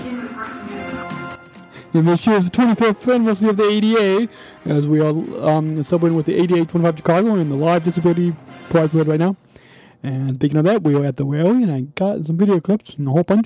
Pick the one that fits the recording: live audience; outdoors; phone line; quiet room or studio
outdoors